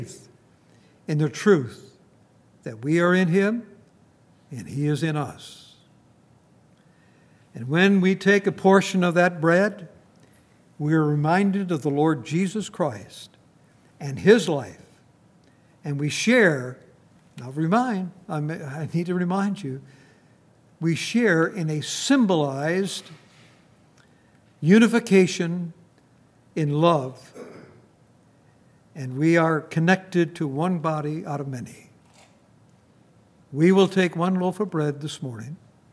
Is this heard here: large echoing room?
yes